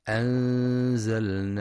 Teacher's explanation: فترقق الغنة لترقيق الزاي